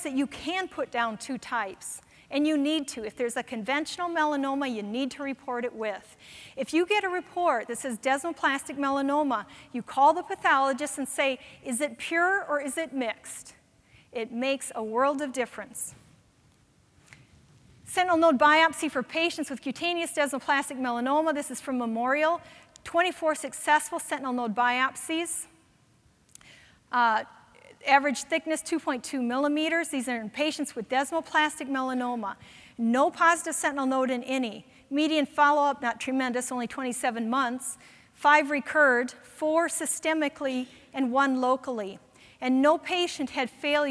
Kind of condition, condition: setting, live audience